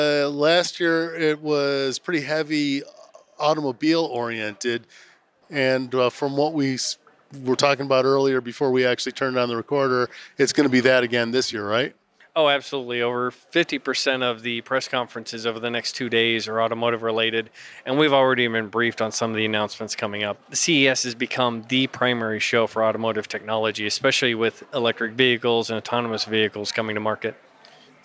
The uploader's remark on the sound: This is a special edition of our podcast, with reporting live from the Consumer Electronics Show in fabulous Las Vegas!